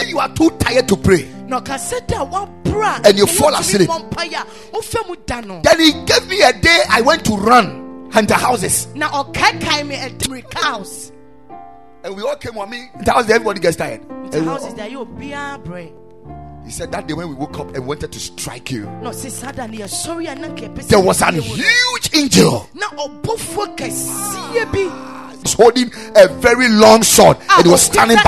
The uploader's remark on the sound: Preached at the Ekklesia Chapel